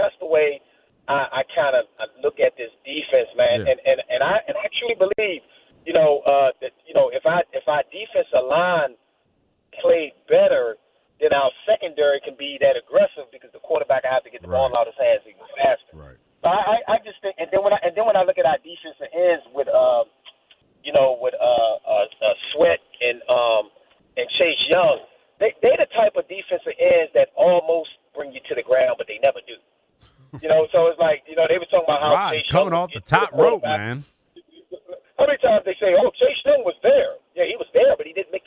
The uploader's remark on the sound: the phones lite up to talk about this issue